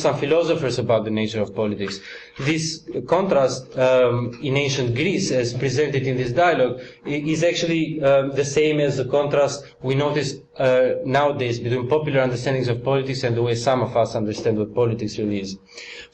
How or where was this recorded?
large echoing room